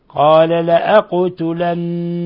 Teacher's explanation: قلقلة القاف ثم إظهار غنة في النون المشددة